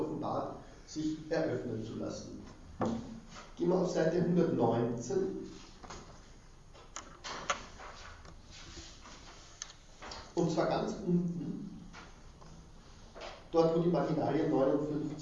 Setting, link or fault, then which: setting, large echoing room